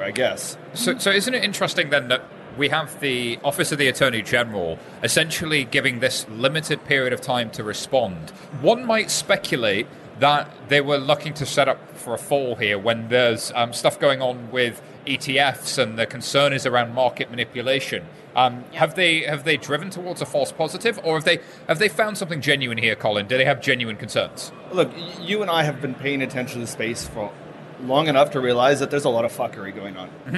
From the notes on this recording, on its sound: live at the Blockchain Insider stand